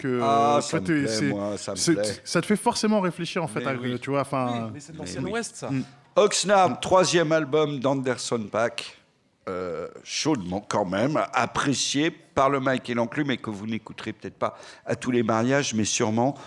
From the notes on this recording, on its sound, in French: Emission enregistrée en public à FGO-Barbara (Paris 18). Le mike est enregistré chaque mois en public au FGO-Barbara à la Goutte d'Or (Paris 18).